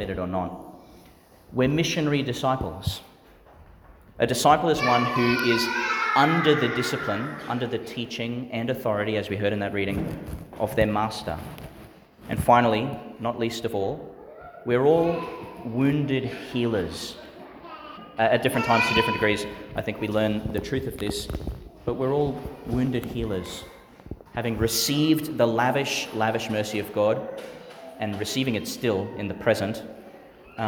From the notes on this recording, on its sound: Homily for the Eleventh Sunday in Ordinary Time, delivered in St Peter Chanel Church, Tannum Sands, Qld.